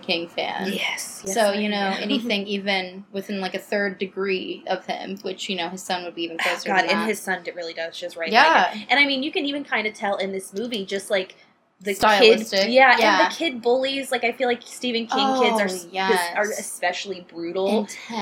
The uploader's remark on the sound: This first episode doesn't have the best audio but we'll be upgrading our equipment asap!